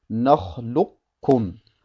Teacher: Das Qaf wird also sehr wohl ausgesprochen und erhält auch seine entsprechende Zeit. Es wird allerdings nicht verschmolzen in das Kaf.